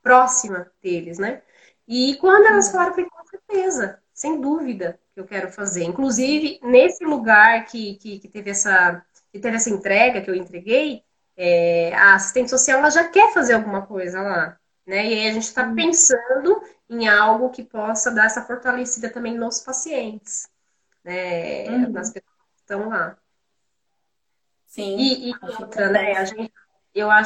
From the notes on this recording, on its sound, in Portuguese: Live ocorrida no Instagram